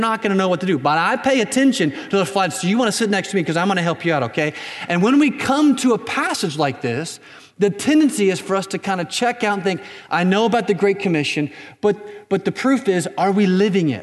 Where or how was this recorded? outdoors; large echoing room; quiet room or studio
large echoing room